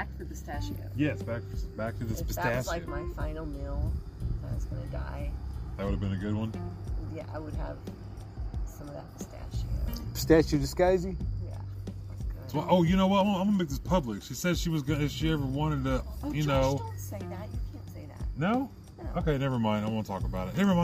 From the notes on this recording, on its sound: Live from the Ben Johnson cowboy museum. We finally got the episode to my phone. Come listen to us doing a quick ghost hunt walk through of the museum. Then there's a musical break for a moment, then it's us posted up outside.